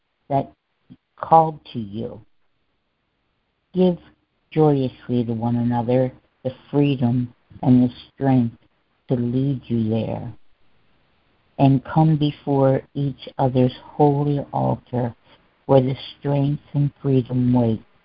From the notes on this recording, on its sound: ACIM Daily Conference Call